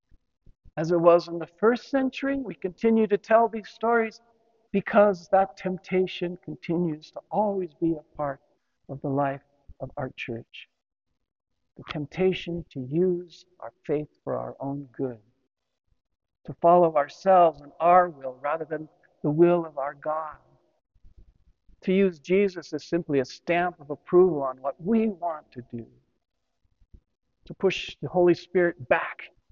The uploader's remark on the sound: Homily delivered to the Saint Francis Catholic Community in Cuenca, Ecuador. Apologies for the poor audio quality of this recording; sometimes technology just lets us down!